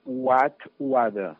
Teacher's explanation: aquesta palatal intervocàlica entre vocals, desapareix